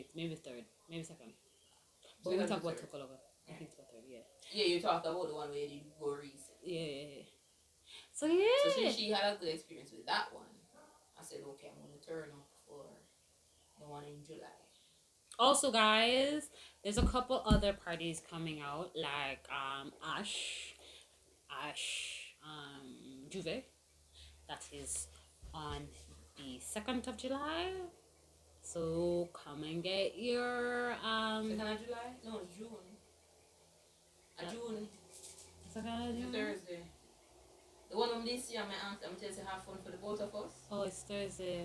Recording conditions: poor sound quality